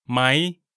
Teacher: This is the more common pronunciation of the question particle mai in regular conversation. When spoken quickly, the rising tone changes to a high tone.